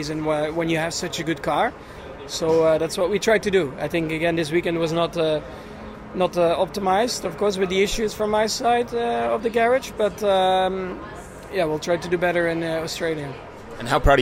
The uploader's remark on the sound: Live at Jeddah Corniche Circuit. In the studio.